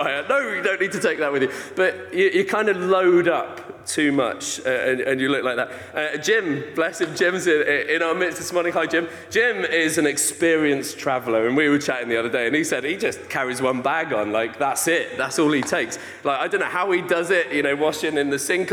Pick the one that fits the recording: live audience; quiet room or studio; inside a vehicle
live audience